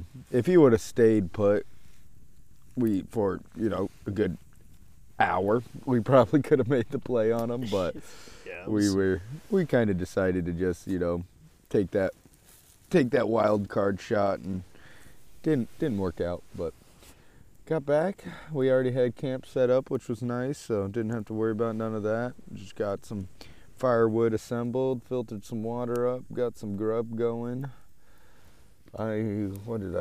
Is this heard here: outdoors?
yes